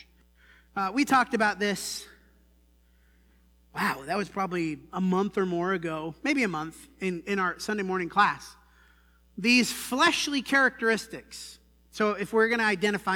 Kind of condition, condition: setting, large echoing room